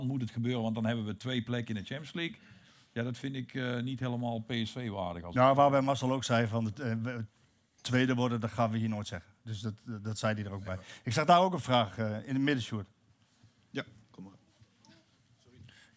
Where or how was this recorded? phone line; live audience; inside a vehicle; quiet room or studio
live audience